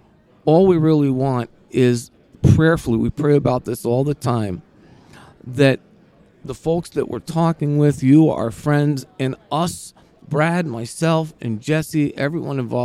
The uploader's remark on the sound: On the Road. Live at NRB 2023 (National Religious Broadcasters Convention).